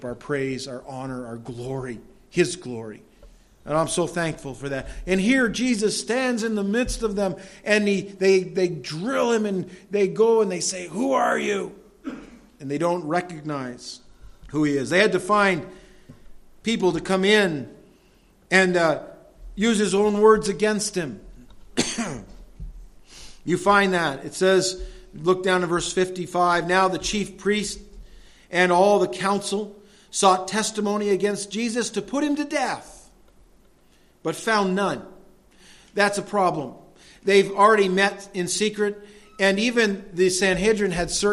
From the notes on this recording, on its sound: delivered at Madawaska Gospel Church on the morning of June 12, 2016